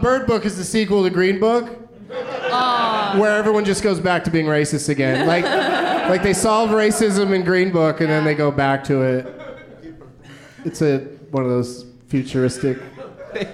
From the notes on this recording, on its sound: Live from the Comedy Cellar at the Rio Hotel in Las Vegas